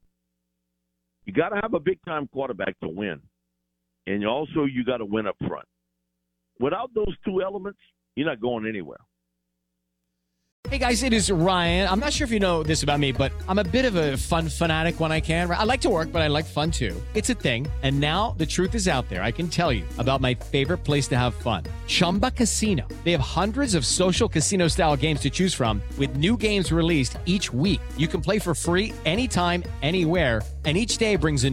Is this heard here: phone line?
yes